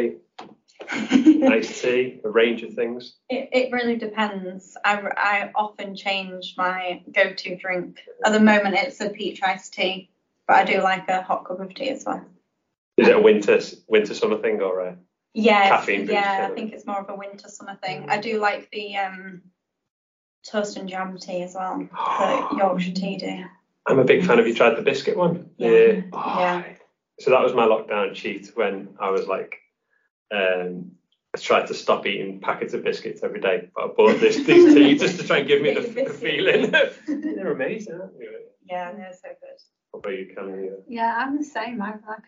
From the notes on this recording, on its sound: We're aware the audio isn't ideal